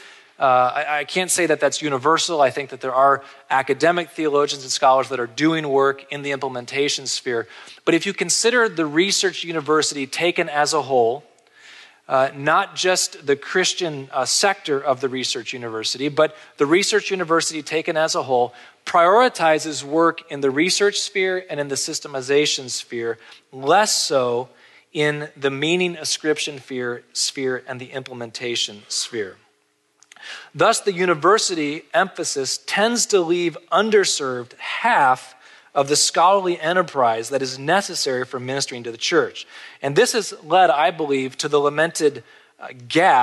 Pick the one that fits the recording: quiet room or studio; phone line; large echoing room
large echoing room